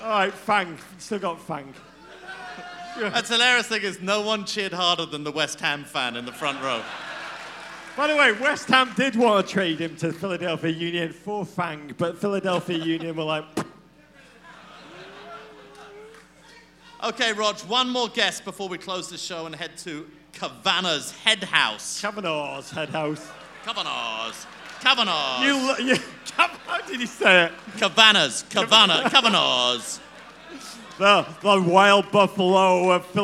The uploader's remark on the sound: USWNT World Cup Pod Live in Philadelphia.